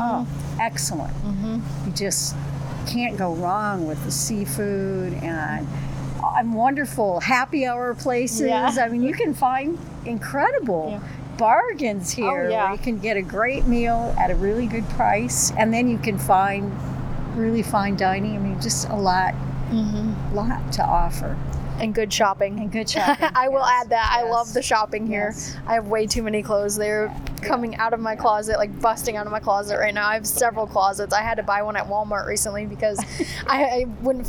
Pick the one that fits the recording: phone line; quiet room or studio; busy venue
busy venue